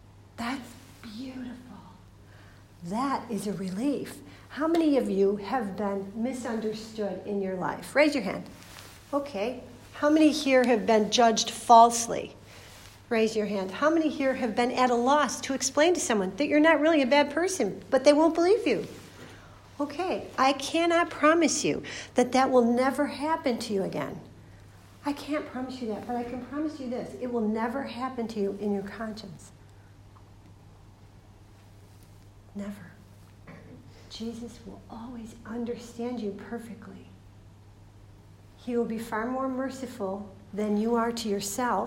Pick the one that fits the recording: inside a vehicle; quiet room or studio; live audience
live audience